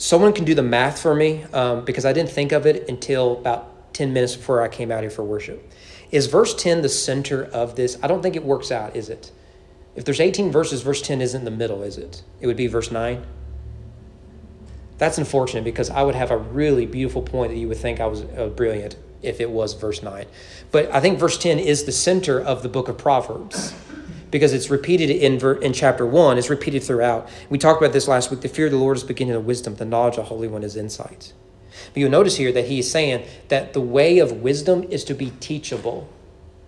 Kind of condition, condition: setting, large echoing room